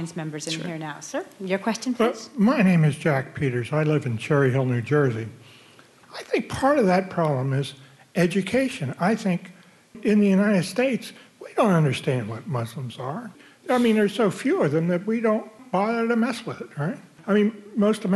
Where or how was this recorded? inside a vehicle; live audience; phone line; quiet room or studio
live audience